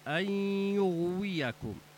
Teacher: نون ساكنة بعدها ياء هنا الحكم إدغام · Term: إدغام بغنة